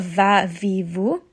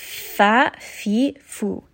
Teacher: we're not going to have any bit of that vibration that you get with the letter V · Shown in: second take · So this is not va, vi, vu. · Term: the letter fa